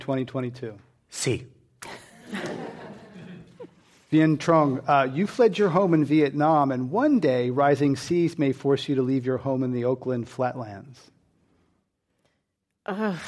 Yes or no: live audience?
yes